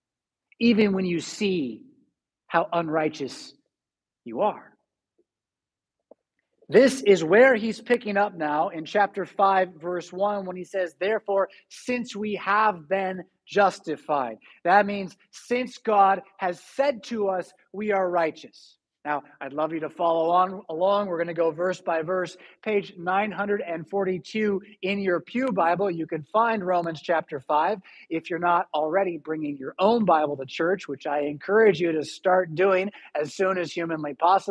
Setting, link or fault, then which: setting, large echoing room